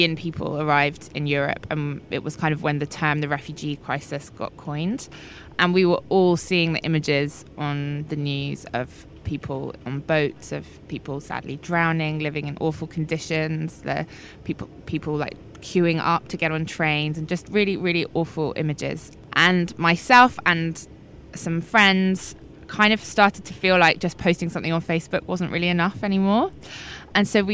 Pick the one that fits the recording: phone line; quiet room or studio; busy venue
busy venue